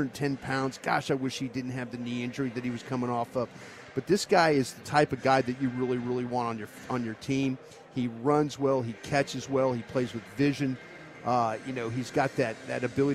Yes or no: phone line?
no